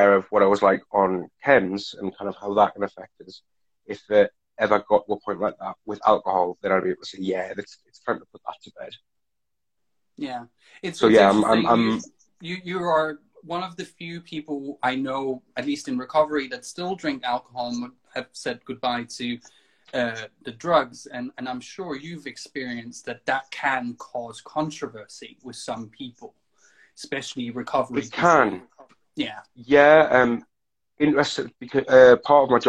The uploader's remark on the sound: Recorded on 1 August 2020 on Instagram Live